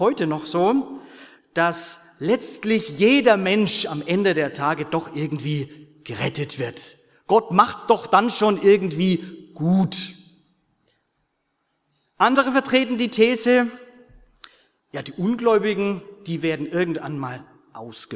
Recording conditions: large echoing room